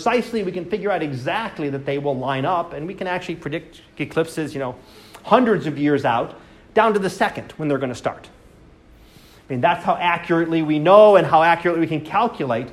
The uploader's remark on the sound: Live Class Lecture